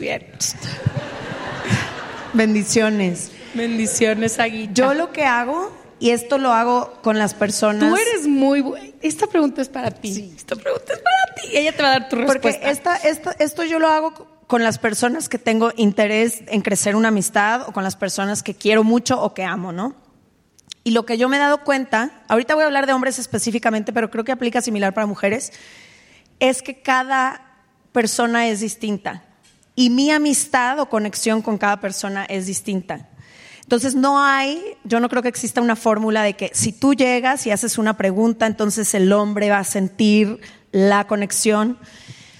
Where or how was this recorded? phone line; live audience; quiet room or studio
live audience